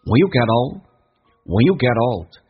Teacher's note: t 跟 o 形成的连音，同时呢 t 要浊化变成 getold，比较轻一点。When you getold， when you getold， old 跟 n 可连可不连。如果你要断句的话，把 n 放到后面。我们知道 n 一般说成 n，极限可以说成一个鼻音叫嗯，allright，叫